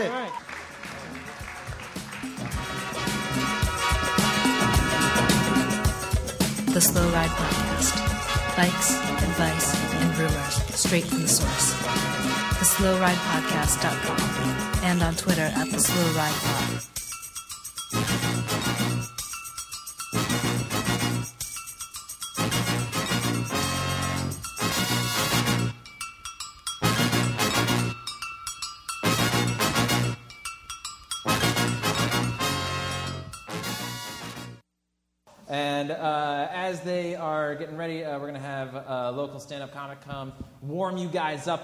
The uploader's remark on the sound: Live in Richmond VA at the Coalition Theater, Sept 25th, 2015.